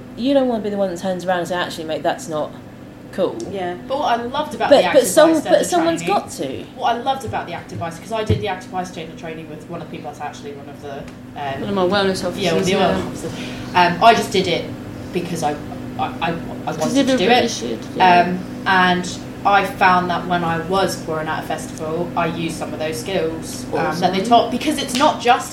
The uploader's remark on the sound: we share conversations we had during our brew day at Elusive Brewing